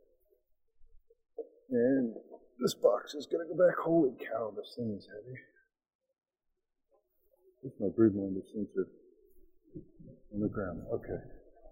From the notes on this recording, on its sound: Live recording of the first inspection of the season